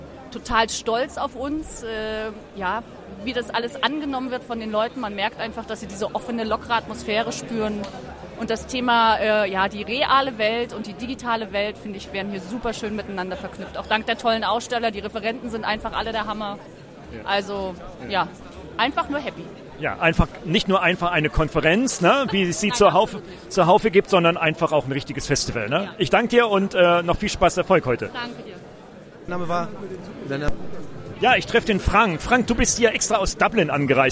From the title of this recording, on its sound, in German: Live von den Digital Heros 2019